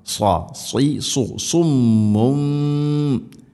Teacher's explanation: സ്വാദാണ്, heavy ലെറ്ററാണ്, സ്വരഭാരത്തിൽ ഉച്ചരിക്കണം. സ്വാ സ്വൈ സു സുമ്മും.